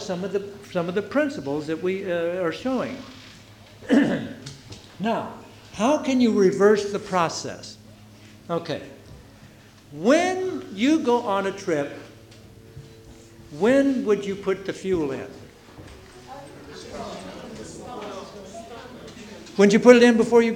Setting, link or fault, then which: setting, live audience